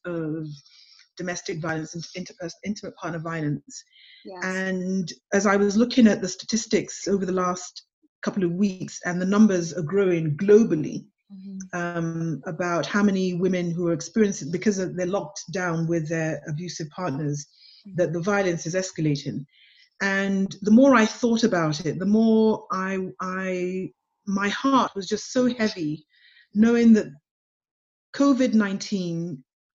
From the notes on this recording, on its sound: Like many other podcasts, we’ve had to change our format due to the continued physical distancing procedures that are in place to combat COVID-19. This week, our co-hosts and producer meet once again, but over a Zoom video call, to check-in and chat with our amazing guests!